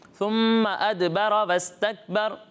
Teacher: سا میں سیٹی کی آواز نہیں آئے گی.